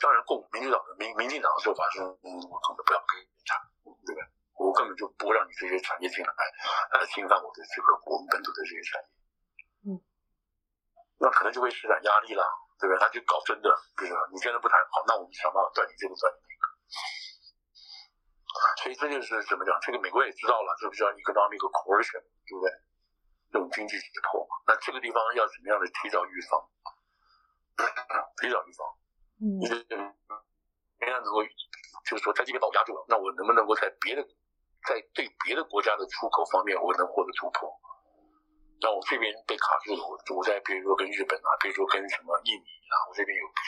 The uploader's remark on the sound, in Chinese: 對不起，音質應該下次就會改善了